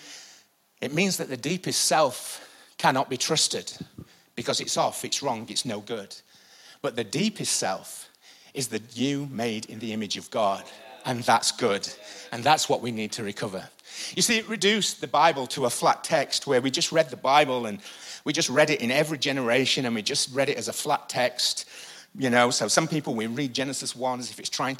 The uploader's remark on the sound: IKON Church. Recorded live at the Chesterfield Campus this is the message from the morning service on the 3rd November 19.